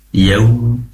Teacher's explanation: pastikan layin ya, karena ada wawu sukun yang didahului oleh fathah, dibaca lunak